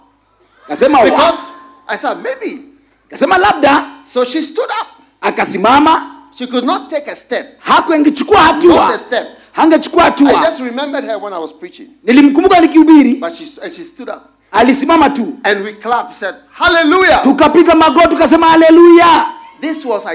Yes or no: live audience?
yes